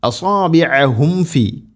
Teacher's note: സാക്കിന മീമിന് ശേഷം ഫാ വന്നാൽ രണ്ട് ചുണ്ടുകൾ തമ്മിൽ തട്ടിച്ച് മീമിനെ പൂർണ്ണമാക്കി ഉച്ചരിക്കണം. അസാബിഅഹും ഫി, അങ്ങനെ പറയാനുള്ള കാരണം സാക്കിന മീമിന് ശേഷം വ അല്ലെങ്കിൽ ഫ, ഈ രണ്ട് അക്ഷരങ്ങൾ വരുമ്പോൾ ഈ രണ്ട് ചുണ്ടുകൾ തമ്മിൽ തട്ടാനൊരു പ്രയാസം ഉണ്ടാവും, അതുകൊണ്ടാണ് അങ്ങനെ പ്രത്യേകം ശ്രദ്ധിക്കണം എന്ന് പറയുന്നത്.